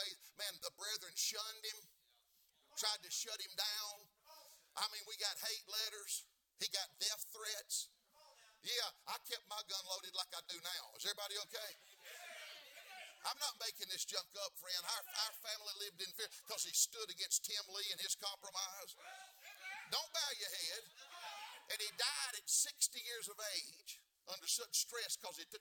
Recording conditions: large echoing room